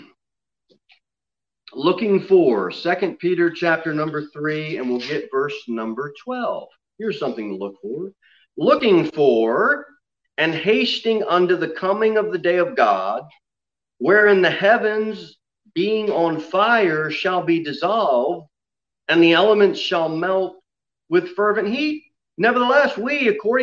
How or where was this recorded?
large echoing room